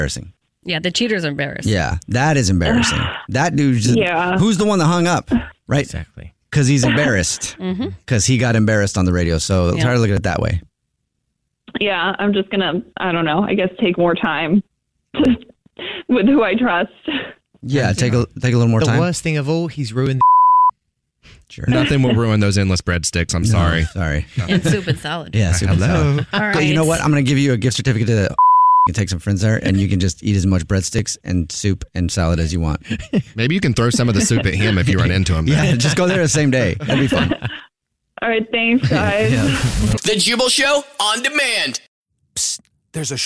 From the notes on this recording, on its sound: War of the Roses is when someone calls The Jubal Show because they think that their partner is cheating so we call them offering services in order to catch them cheating. The woman on the phone thinks that her boyfriend is cheating because of something the server told her friend!